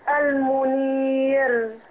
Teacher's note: الراء مرققة، ما قبلها مكسور يبقى مرققة